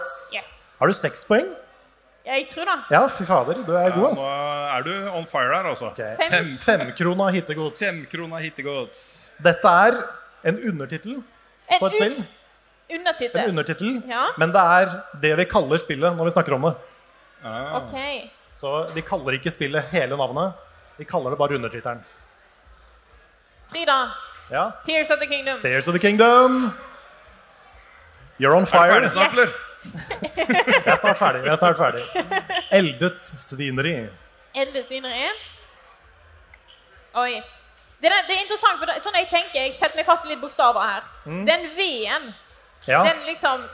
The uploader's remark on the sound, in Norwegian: Vi gikk LIVE under Oslo Byfestival på Youngstorget i Oslo